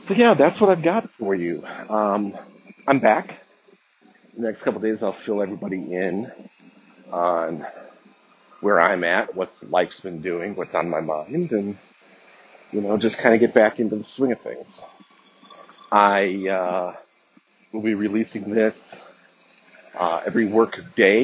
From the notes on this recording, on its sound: the walk and talk